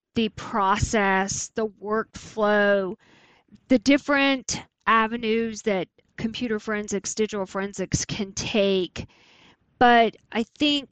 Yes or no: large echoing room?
no